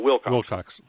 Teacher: Emphasis on the first syllable, Wilcoxon. Wilcoxon.